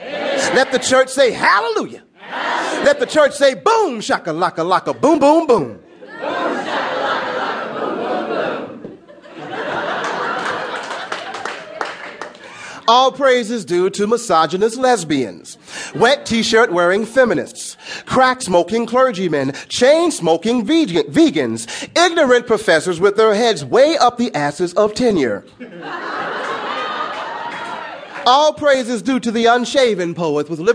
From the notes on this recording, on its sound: Performs his poems in front of a live audience. His joyful, funny, and energetic delivery is clearly bolstered by the enthusiastic responses of the crowd.